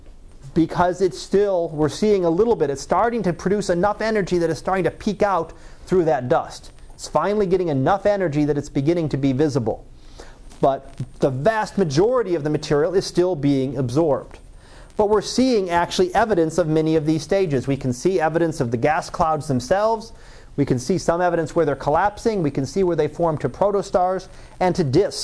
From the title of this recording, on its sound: Live Class Lecture